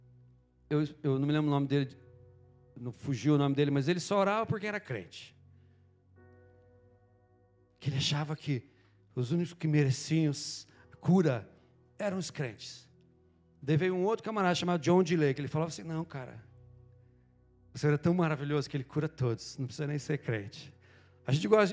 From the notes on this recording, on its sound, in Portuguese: Em nosso Culto de Celebração. Na Igreja ABA Curitiba (Transmitido ao vivo).